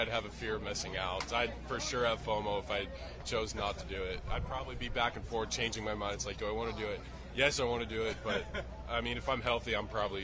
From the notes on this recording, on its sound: MLB HOME RUN DERBY 2022 LIVE FROM DODGER STADIUM.